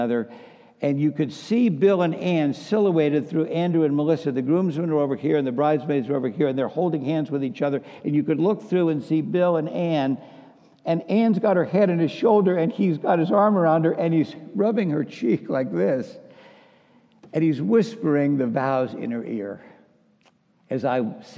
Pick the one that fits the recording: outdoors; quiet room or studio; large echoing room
large echoing room